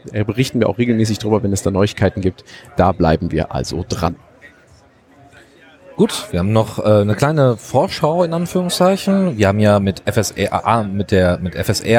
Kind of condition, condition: setting, busy venue